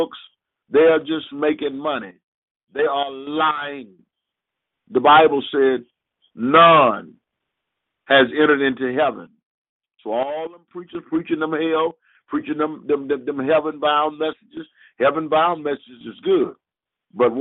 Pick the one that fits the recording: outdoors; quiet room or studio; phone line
phone line